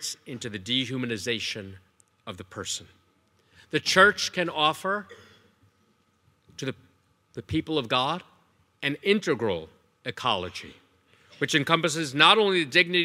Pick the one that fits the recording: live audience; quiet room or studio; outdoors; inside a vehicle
live audience